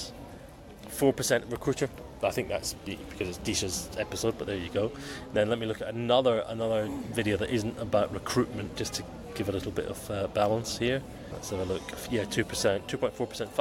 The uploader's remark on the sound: Here's a quick episode recorded at Gate C10 in Muscat Airport whilst I was waiting to board.